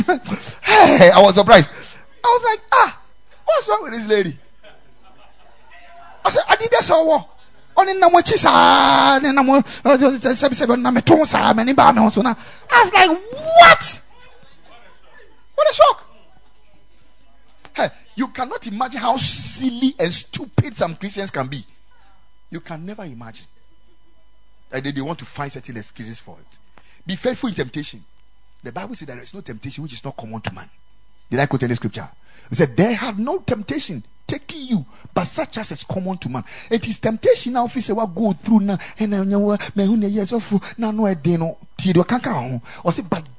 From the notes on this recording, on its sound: Preached at the Ekklesia Chapel